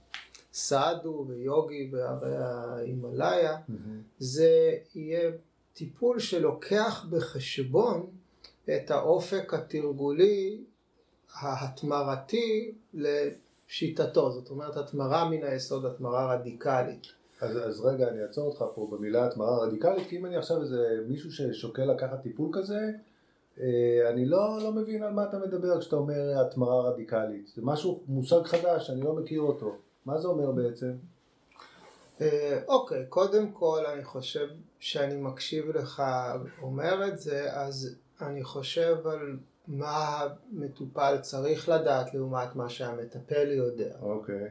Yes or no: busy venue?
no